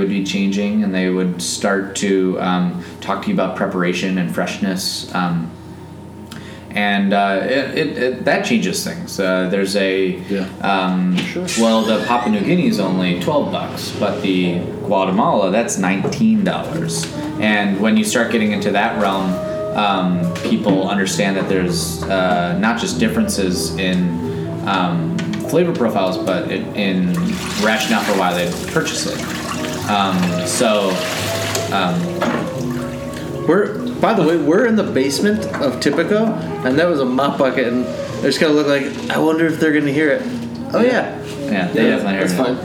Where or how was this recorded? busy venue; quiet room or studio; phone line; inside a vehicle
busy venue